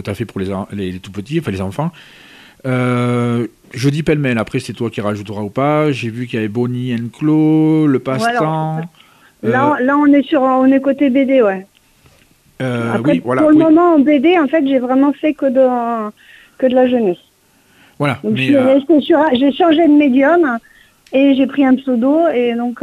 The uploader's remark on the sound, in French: reçoit par téléphone la scénariste